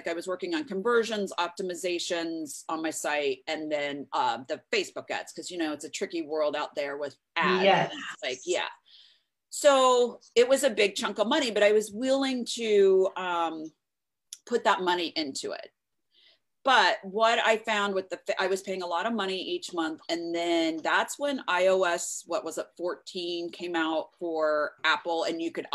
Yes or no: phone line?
no